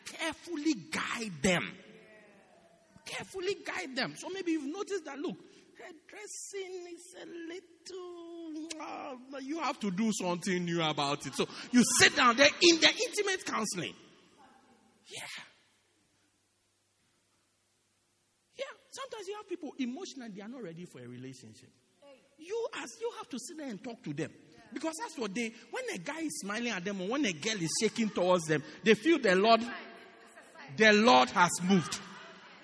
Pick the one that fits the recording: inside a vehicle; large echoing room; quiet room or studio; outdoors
large echoing room